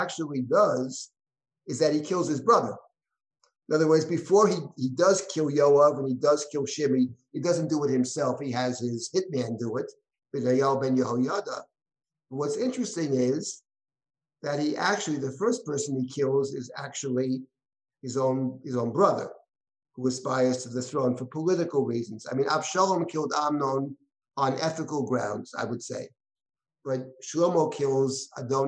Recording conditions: video call